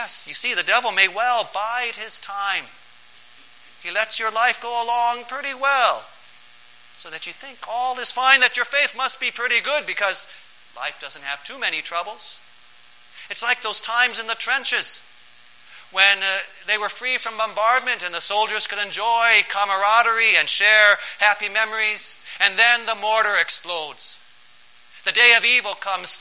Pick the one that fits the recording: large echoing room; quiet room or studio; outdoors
large echoing room